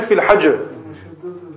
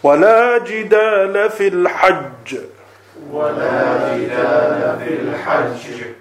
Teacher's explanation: It means a double. Double consonant. So you have to put emphasis to show that it's double there. · Shown in: second take · If you say fil hajr, then that means you're pronouncing only one jim. · Term: tashdeed